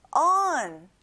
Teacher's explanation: on이 아니라 어 발음을 내보는 거예요.